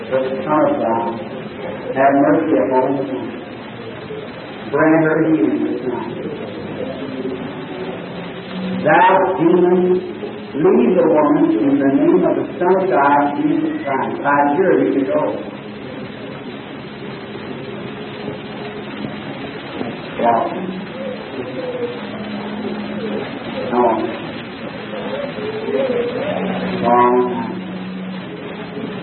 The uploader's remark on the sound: This is a live service recording